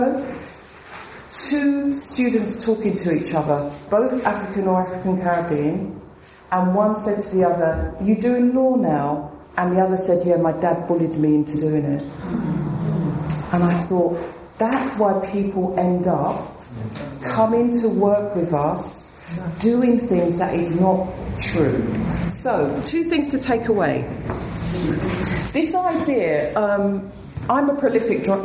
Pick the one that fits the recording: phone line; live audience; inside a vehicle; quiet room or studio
live audience